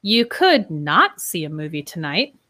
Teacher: When we use it in the negative form with not, we often put some word stress on not